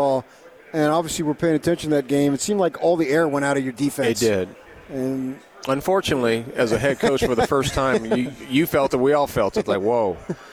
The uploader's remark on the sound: LIVE from Pac-12 Media Day in Los Angeles, CA.